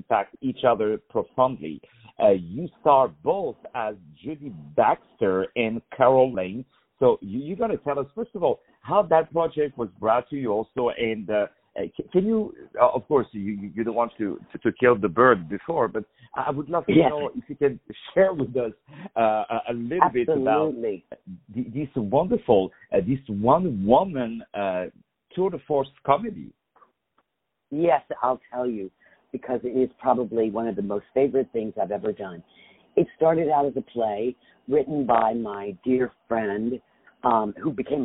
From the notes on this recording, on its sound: On the phone